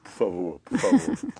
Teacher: the O in the word por favor disappears. It comes out por favor.